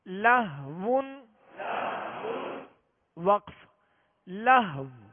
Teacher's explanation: آخر میں ہونٹ گول کر کے واو پر آواز اور سانس توڑ دیں گے، واو کو ساکن کرتے ہوئے